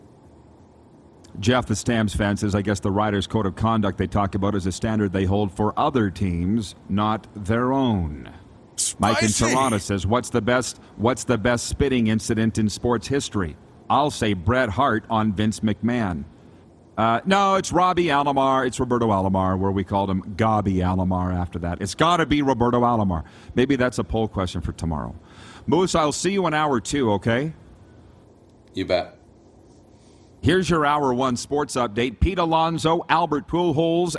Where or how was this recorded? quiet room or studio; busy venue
busy venue